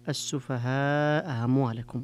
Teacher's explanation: الوجه الآخر تسهيل الهمزة الثانية، إبقاء إثبات الهمزة الأولى وتسهيل الهمزة الثانية